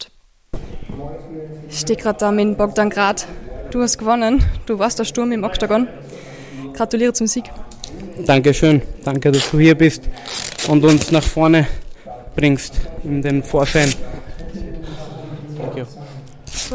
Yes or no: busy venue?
yes